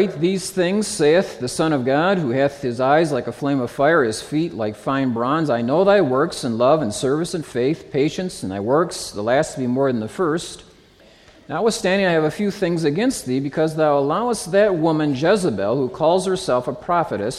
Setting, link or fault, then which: setting, live audience